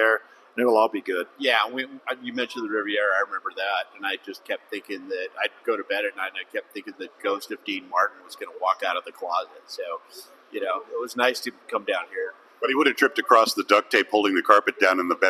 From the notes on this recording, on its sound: Live from Vegas! Live at The Vegas Shoot for the usual annual shenanigans.